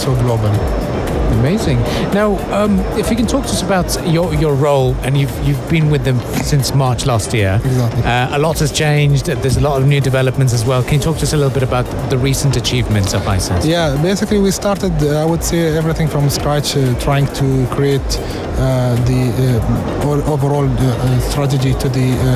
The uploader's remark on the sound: Live from SIBF